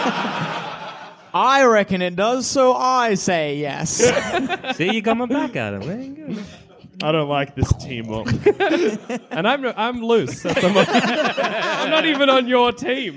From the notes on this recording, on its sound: Recorded at the Wardrobe Theatre in Bristol.